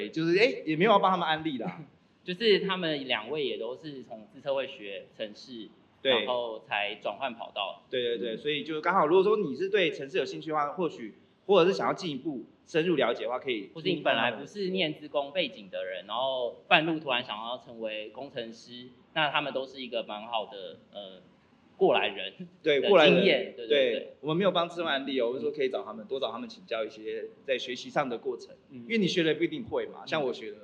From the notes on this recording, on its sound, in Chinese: 本集節目首度實體化，以小聚交流形式呈現的現場錄音！因為現場收音的關係，音質還請多多包涵。